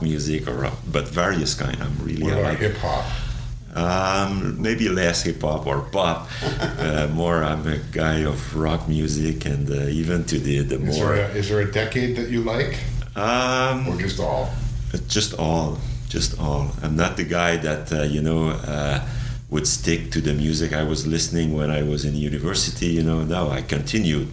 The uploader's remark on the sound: In this podcast recorded at the CASI ASTRO 18 conference in Quebec City